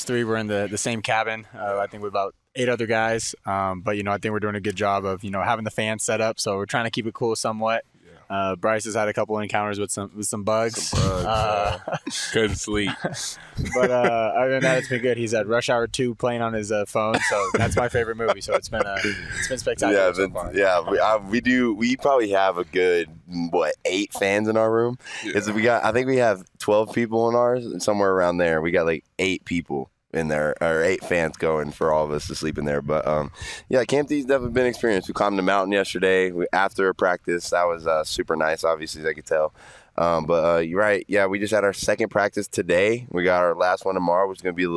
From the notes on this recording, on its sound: LIVE from Camp Tontozona in Payson as he comes to you from the field after practice with a TON of guests.